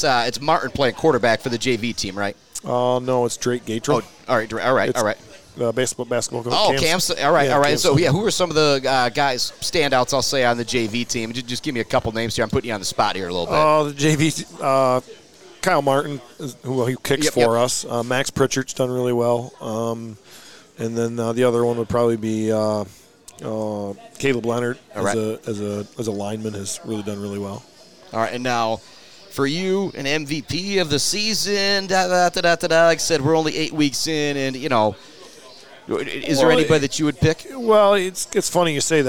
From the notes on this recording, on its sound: Live from The Bird Bar and Grill.